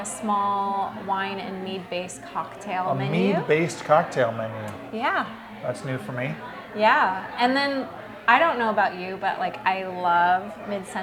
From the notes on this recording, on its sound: This week we report live from the Foodie 500 mixer